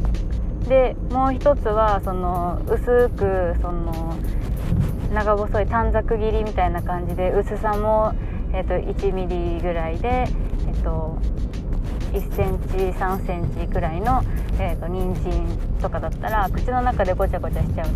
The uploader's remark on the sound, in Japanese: 雑音多めですが、ご了承下さい